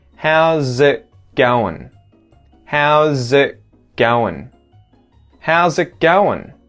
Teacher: The word it gets contracted to it with that schwa sound. And then because there's a G sound after that T that is muted, it going, it going, the T disappears and we have a muted KG sound with the mouth.